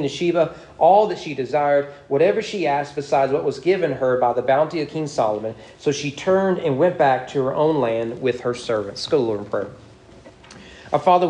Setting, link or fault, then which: setting, large echoing room